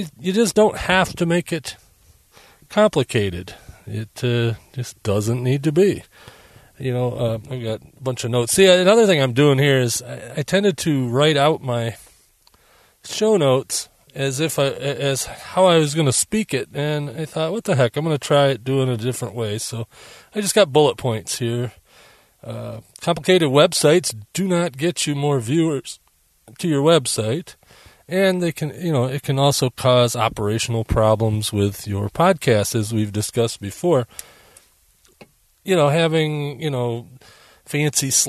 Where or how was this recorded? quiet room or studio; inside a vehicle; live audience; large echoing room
inside a vehicle